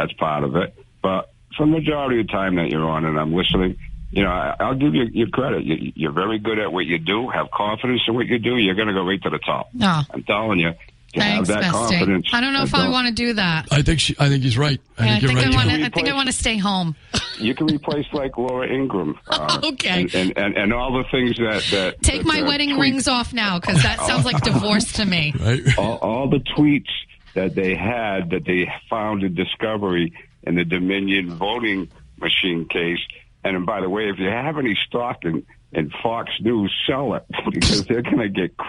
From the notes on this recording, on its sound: take calls from the audience